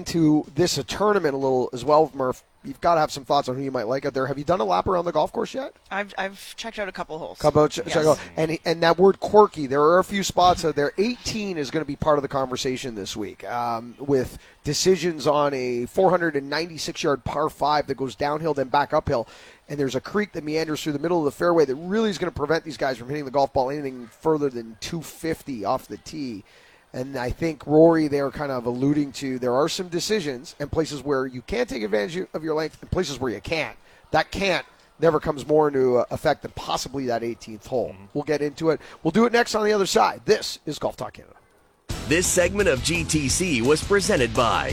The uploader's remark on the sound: live on location from the Rink Hole at the RBC Canadian Open